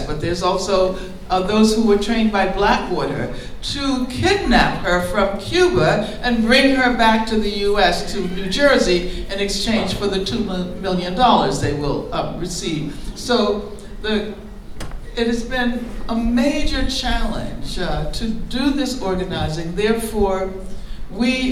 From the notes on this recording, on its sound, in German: Aufgenommen auf einer Veranstaltung in der Berliner "Werkstatt der Kulturen".